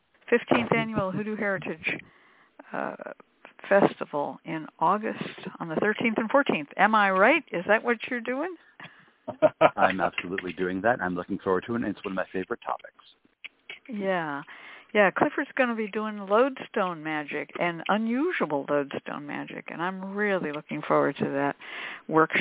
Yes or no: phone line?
yes